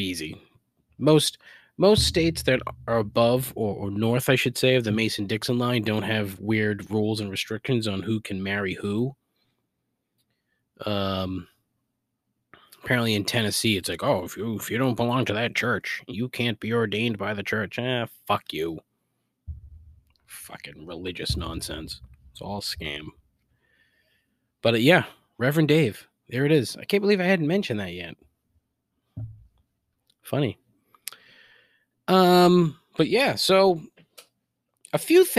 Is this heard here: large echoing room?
no